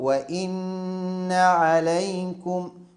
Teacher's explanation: وإن عليكم، القارئ يحذر من تمديد الحركات أيضا، لا يقول وإن عليكم، وإن عليكم هذا خطأ، صواب وإن عليكم. وأيضا القارئ في النون المشددة يأتي بالغنة والتشديد والفتح فقط، ولا يزيد الفتح فيتحول لألف. يقول وإن عليكم، هذا خطأ جلي.